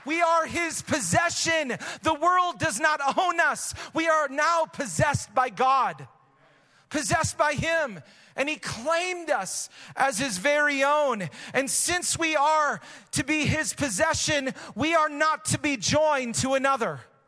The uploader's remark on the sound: Recorded live at Hope Church in Springfield, Mo.